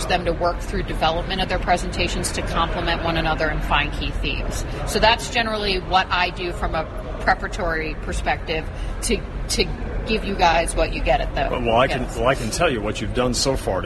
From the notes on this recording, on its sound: Live from the Symposium on Design & Construction Issues at Hazardous Waste Sites - West. Live from the Symposium on Design & Construction Issues at Hazardous Waste Sites - West.